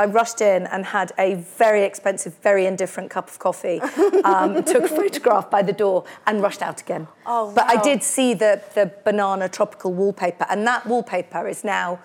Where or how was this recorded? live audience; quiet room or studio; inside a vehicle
live audience